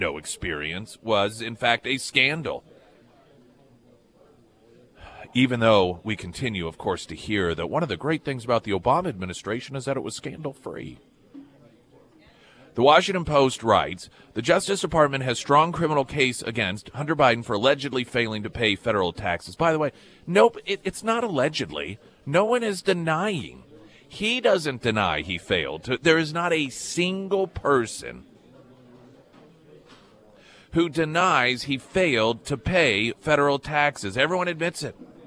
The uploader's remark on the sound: Live at Scramblers Diner for the Friday Road Show. Today is a First Responders Breakfast!